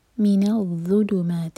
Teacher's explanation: ذا کو زا کا ساؤنڈ نہیں دیں گے